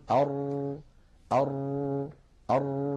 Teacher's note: نجد بأن اللسان فيه شيء من الارتجاف · Term: تكرير